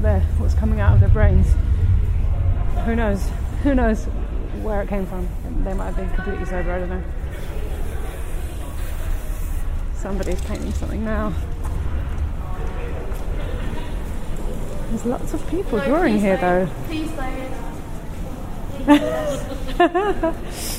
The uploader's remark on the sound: This podcast is recorded in 3D sound! Join her out and about as she captures those small, magical moments of everyday life, in sound. Thanks to 3D recordings, you’ll hear everything she does as if you were right there with her.